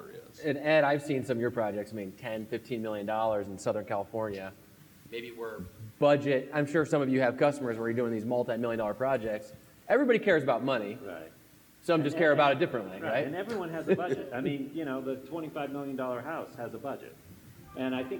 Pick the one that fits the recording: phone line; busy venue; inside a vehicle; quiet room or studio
busy venue